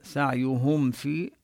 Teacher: ضل ننتبه كذلك لحرف الضاد من مخرجه، سعيهم، ننتبه لضم الهاء ضما كاملا